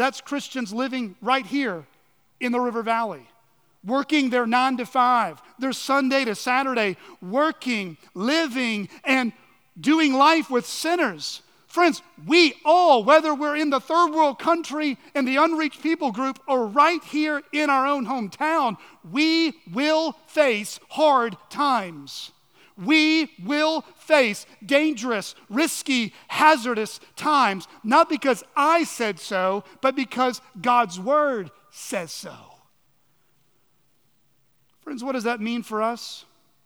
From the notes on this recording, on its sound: at Chaffee Crossing Baptist Church